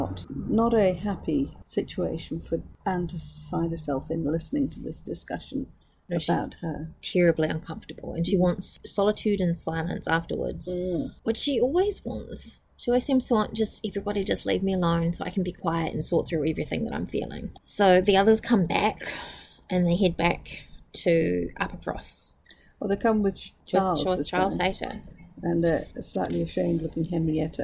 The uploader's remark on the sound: This was recorded outside so there is a bit of background noise, hopefully it isn't too distracting.